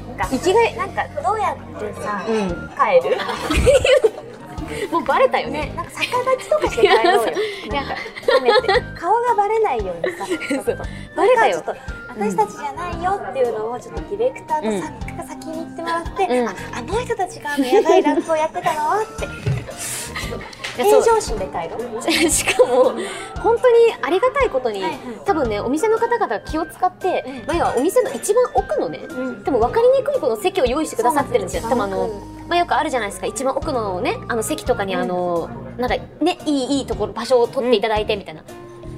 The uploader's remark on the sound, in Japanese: 今回もニッポン放送を飛び出して「The CHOYA 銀座BAR」さんにお邪魔しての収録です！外ロケですが。